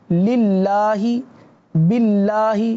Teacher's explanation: اللہ کے لام سے پہلے اگر زیر آ جائے تو پھر اس کو باریک پڑھیں گے